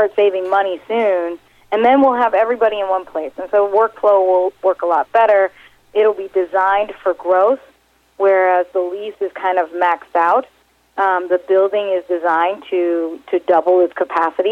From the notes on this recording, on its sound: called in to SmallCapVoice